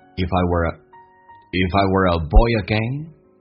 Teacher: If 跟 I 有连音叫 IfI， were 跟 a 有一个连音叫 were